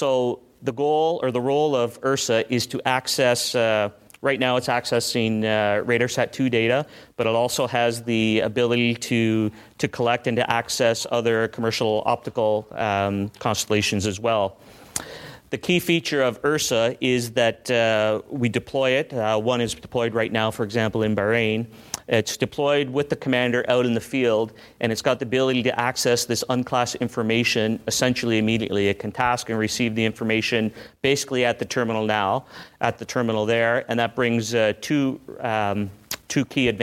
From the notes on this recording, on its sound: In this podcast from the CASI ASTRO 18 conference in Quebec City